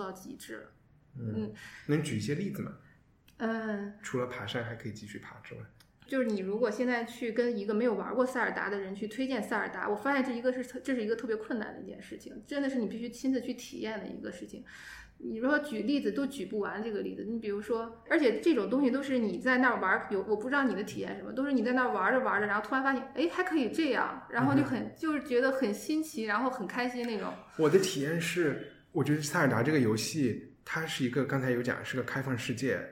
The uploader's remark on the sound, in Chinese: 这周节目是在一个比较大的办公室录音，可能回音感觉会比较强